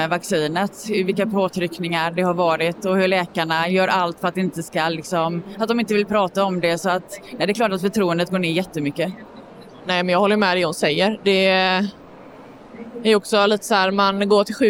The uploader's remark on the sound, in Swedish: Flera av inspelningarna är från årets bokmässa, där Folkets Radio tillsammans med Karneval förlag höll en serie diskussioner.